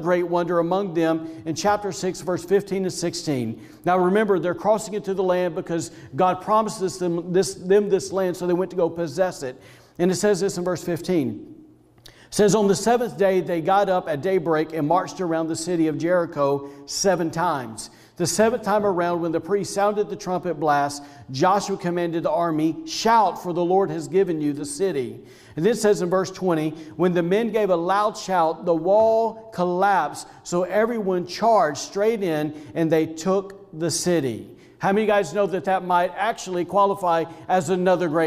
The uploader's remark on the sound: Was recorded on Sunday, February 14th, 2021, during service at The Anchor Church in Rockport, Maine. Audio from Video Used in message.